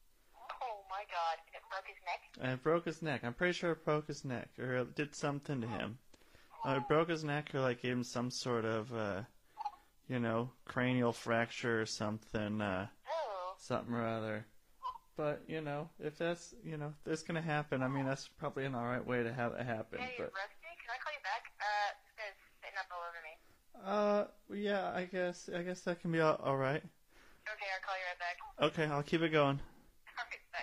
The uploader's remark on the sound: I have a phone in call. From Sandpoint Idaho.